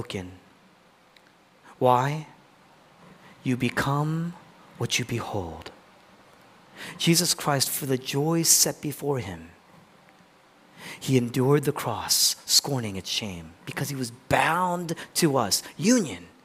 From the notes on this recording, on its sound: originally preached in East Falls, Philadelphia